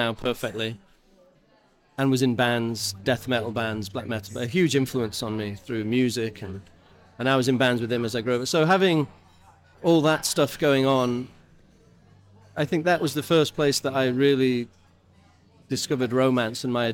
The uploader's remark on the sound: We recorded this episode during a busy lunch service at Sessions Arts Club. This episode was recorded in person at Sessions Arts Club, London.